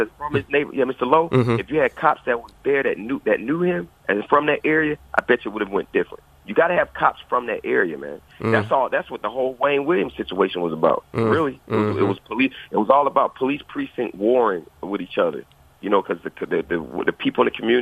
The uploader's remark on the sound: via phone commentary